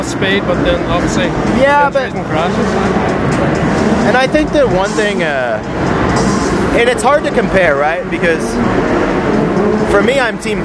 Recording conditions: background noise